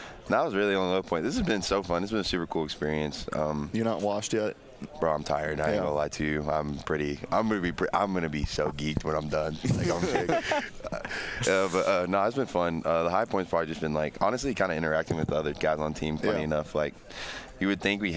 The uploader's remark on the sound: live from Pac-12 media day